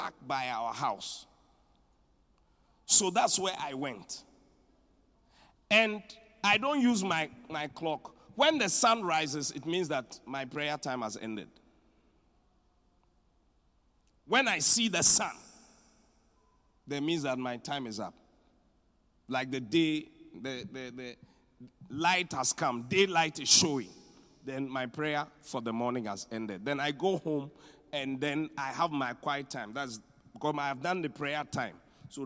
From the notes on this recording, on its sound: Preached at the Qodesh.